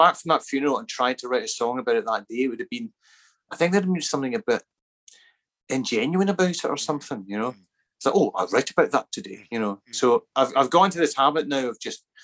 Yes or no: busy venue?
no